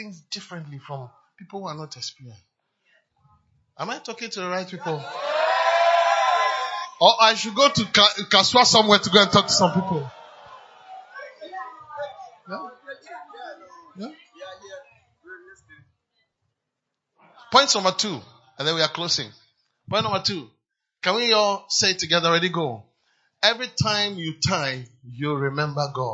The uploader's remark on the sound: PREACHED ON SUNDAY 5TH MARCH, 2023 DURING INTERNATIONAL AND MISSIONS SUNDAY SERVICE AT CAPTAIN OF SALVATION CATHEDRAL